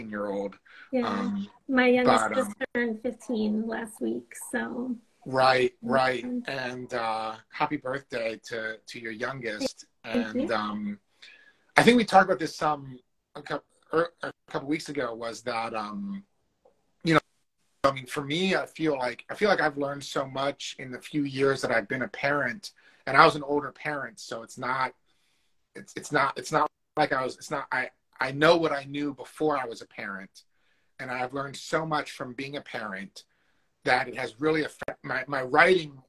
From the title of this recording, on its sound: Instagram Live Interview